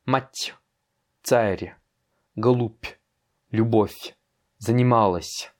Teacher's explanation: à la fin des mots avec un signe mou, il y a un petit y, y. Pas un y, un y, y.